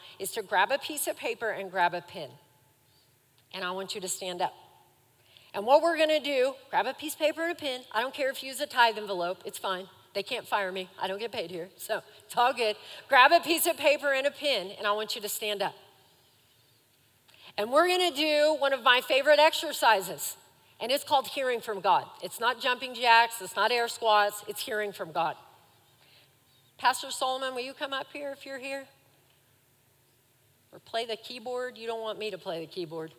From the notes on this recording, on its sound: Recorded live during our Wednesday night service